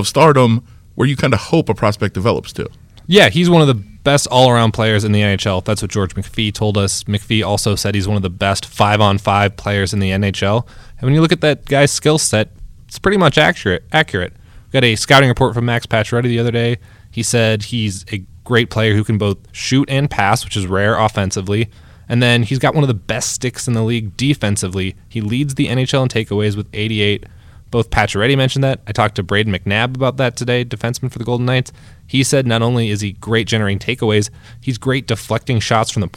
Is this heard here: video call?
no